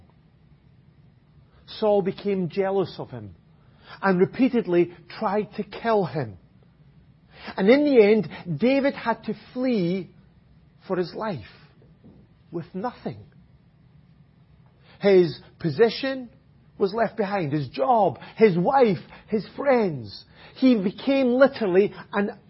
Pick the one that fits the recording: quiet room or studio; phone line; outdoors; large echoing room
large echoing room